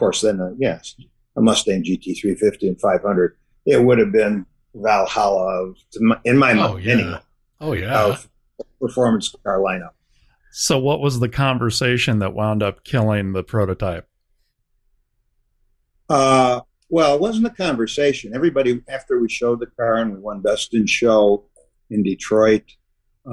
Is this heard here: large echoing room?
no